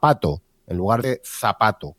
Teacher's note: un proceso de simplificación de habla, comerse una sílaba, a poner a, pato en lugar de zapato, comerse una sílaba entera, comerse el ataque eh, silábico, comerse el inicio de la sílaba, lo mismo, eh, a, pato en lugar de zapato.